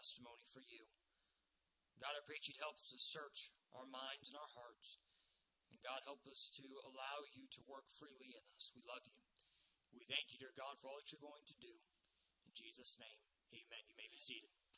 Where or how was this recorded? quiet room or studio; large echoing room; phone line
large echoing room